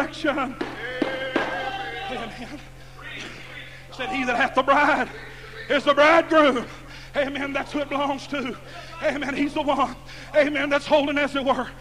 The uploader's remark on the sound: Preaching at Muldrow Holiness campmeeting Muldrow Ok. Broadcast on Echoes of Holiness Radio.